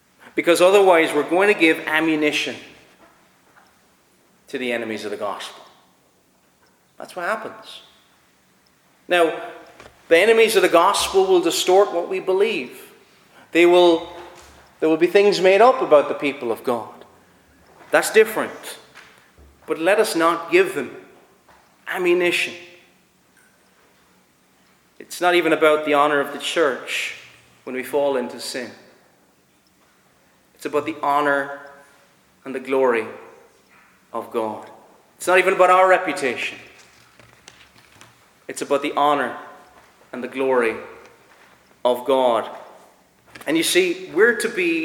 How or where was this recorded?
large echoing room